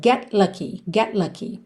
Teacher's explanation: A língua já tá no céu da boca pro T de get, já sai pro lucky.